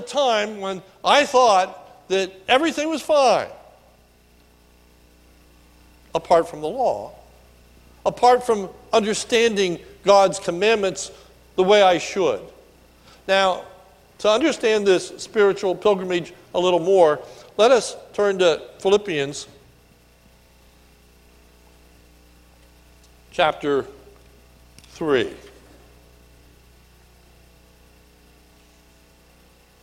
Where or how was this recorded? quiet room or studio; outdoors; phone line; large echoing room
large echoing room